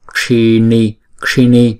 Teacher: Chữ shi và chữ ni á là chúng ta phải búng cong lưỡi lại và búng ra